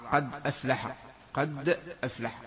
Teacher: بإسكان الدال وفتح الهمزة التي هي همزة قطع، وعند ورش ربما غيره كذلك بالقراء تنقل الهمزة، همزة أفلح تنقل إلى الدال فتصير الدال مفتوحة ويذهب عنها سكونها.